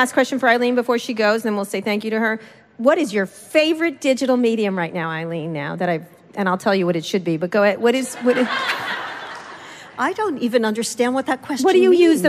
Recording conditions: live audience